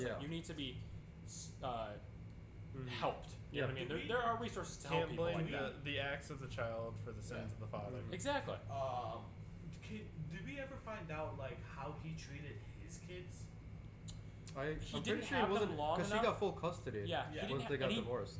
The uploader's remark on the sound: The audio in this episode is a little quiet to help an issue with background noise.